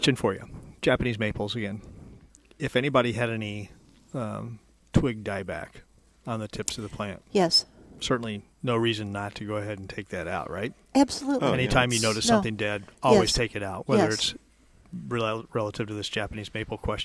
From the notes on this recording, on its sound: Plant Experts Live at Prairie Gardens 5-1-21.